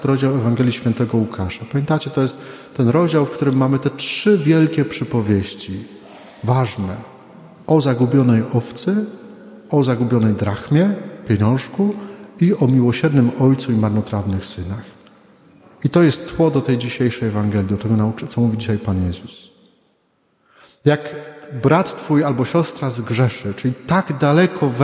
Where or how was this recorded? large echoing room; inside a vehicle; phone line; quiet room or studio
large echoing room